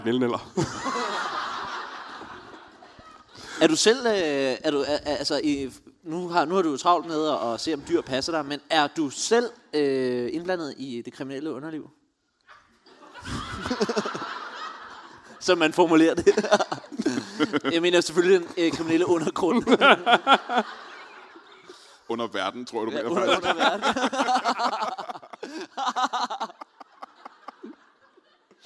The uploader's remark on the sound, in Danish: LIVE fra Portalen i Greve